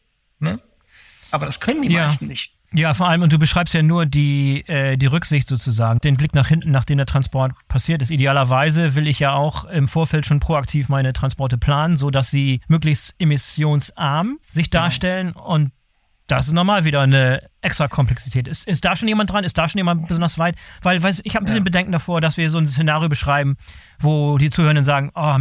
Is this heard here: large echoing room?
no